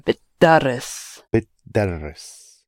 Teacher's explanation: the t has actually almost got swallowed up because the verb begins with d. So بتدرس has turned into بتدرس.